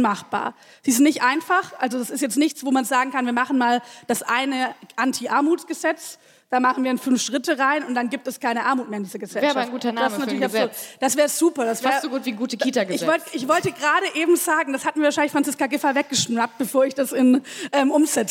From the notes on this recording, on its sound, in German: Die zahlreich gestellten Publikumsfragen beantworten. Fand im Rahmen der achten Langen Nacht der ZEIT am Samstagabend.